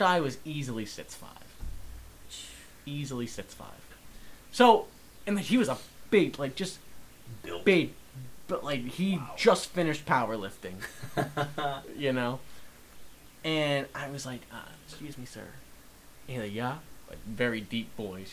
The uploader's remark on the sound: I know the quality isn't the greatest